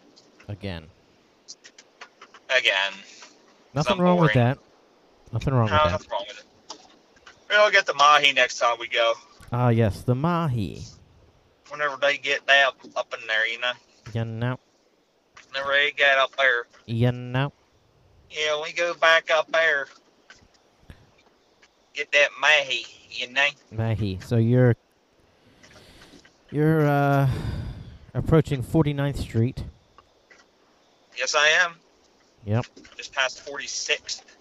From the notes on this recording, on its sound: as he drives to the Tampa airport